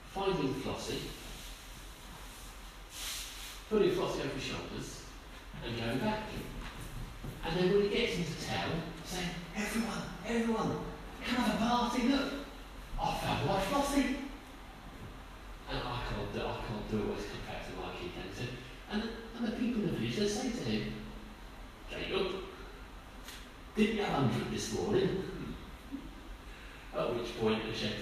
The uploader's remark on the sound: Our sermon from the 9am service